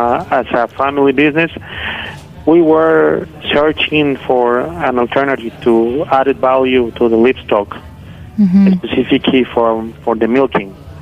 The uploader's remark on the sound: Joining via phone. On the phone.